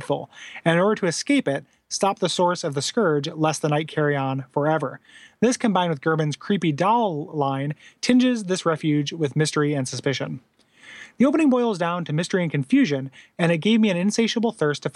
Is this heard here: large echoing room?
no